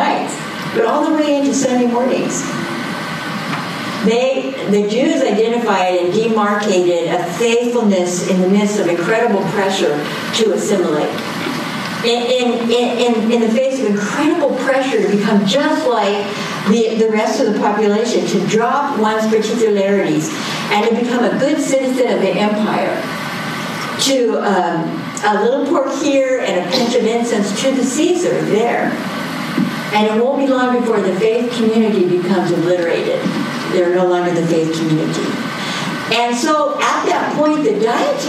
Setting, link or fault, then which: setting, large echoing room